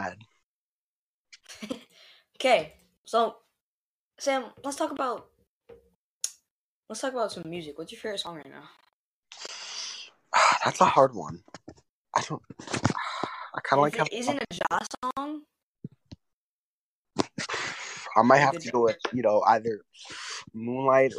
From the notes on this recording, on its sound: This episode has slight audio issues